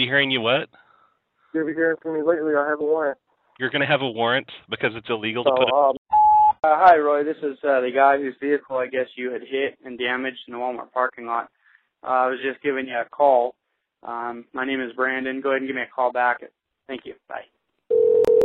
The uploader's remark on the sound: Prank Phone Calls